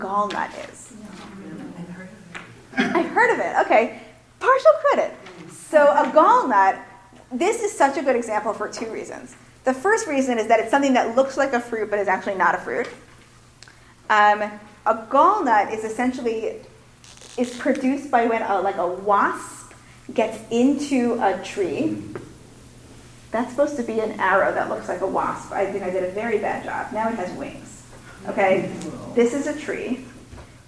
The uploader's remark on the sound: Recorded at the 2017 Executive Seminar.